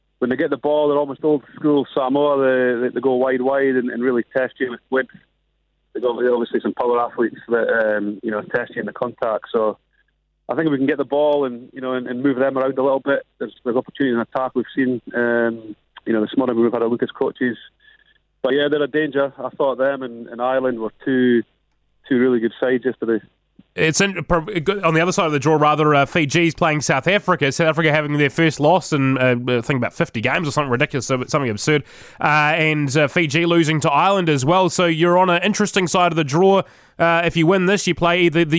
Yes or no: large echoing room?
no